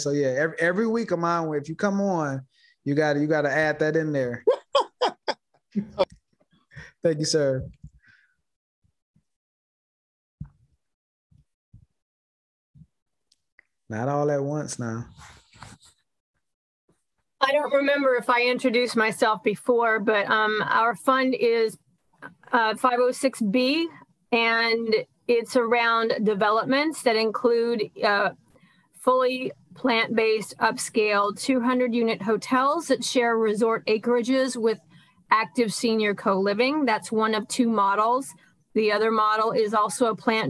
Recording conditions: video call